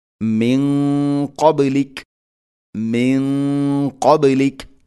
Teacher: സാക്കിനായ നൂനിന് ശേഷം ഖാഫാണ്. നൂനിനെ അവ്യക്തമാക്കി മണിക്കണം. ഖാഫ് സ്വരഭാരത്തിൽ ഉച്ചരിക്കേണ്ട അക്ഷരമാണ്, ഇസ്തിഇലാഇന്റെ അക്ഷരമാണ്. · Term: ഇഖ്ഫാം ബിഗുന്ന